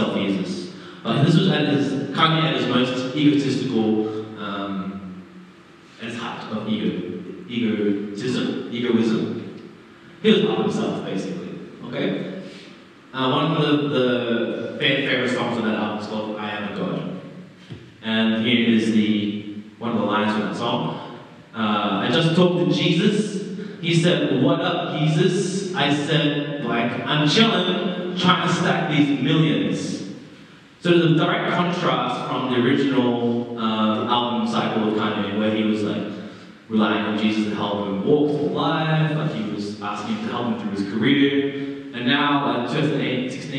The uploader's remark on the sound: Terrible audio quality